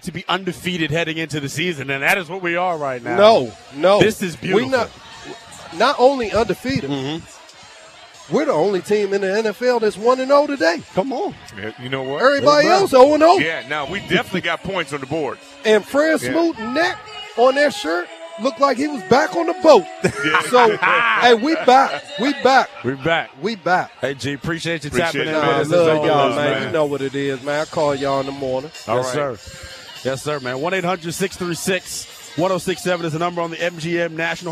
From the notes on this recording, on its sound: live from the Burgundy & Sold Party